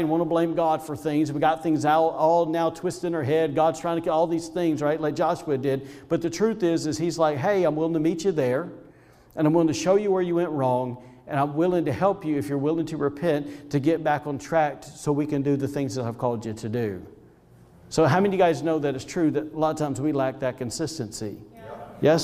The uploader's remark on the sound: Was recorded on Sunday, February 14th, 2021, during service at The Anchor Church in Rockport, Maine. Audio from Video Used in message.